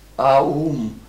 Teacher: dieses O ist ein Diphthong, es ist ja ein Au und verklingt im M